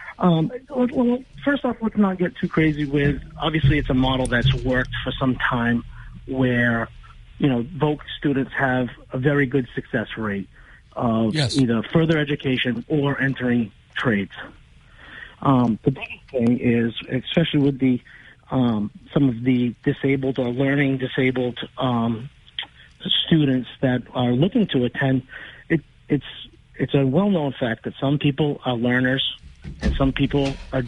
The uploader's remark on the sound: calls in to the show